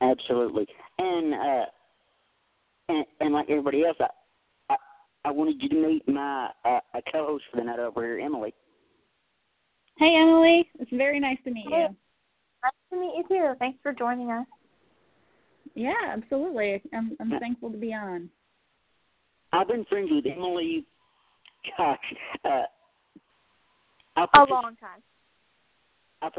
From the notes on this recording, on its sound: We're opening up the phone lines for one hour to take calls from former guests and listeners